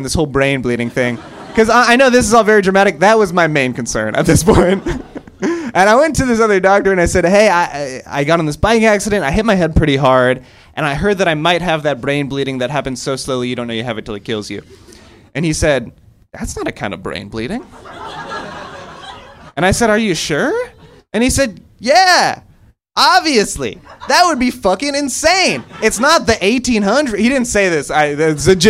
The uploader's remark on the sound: A recording from our always fabulous live show.